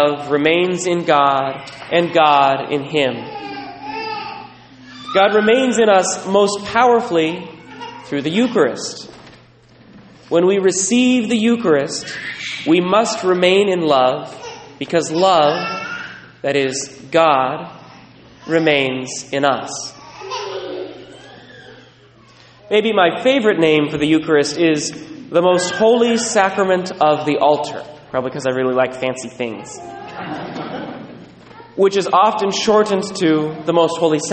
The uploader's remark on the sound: Recorded at Sacred Heart, La Conner